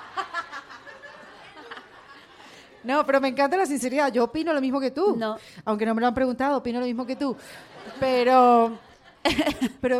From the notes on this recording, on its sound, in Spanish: Que lo íbamos a grabar en Chile con mas de 300 personas en vivo.